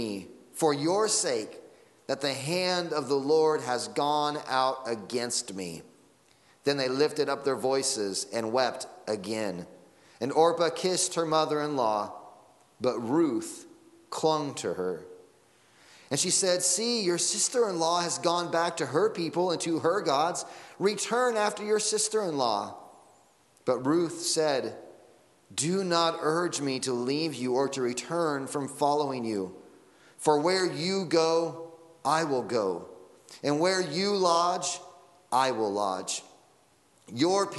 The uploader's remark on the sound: Sunday Morning Sermon Audio